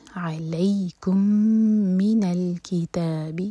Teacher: میم پر شدہ ہے، میم پر غنہ کریں گے، ہول کریں گے دو سیکنڈس